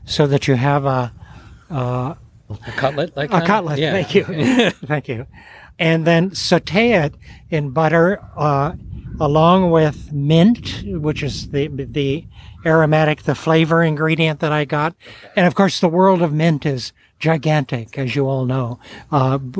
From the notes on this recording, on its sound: This week’s episode was recorded *live* at Hog Island Oyster Co. This week’s episode was recorded *live* at Hog Island Oyster Co. On the shores of Tomales Bay in Northern Califor ni a.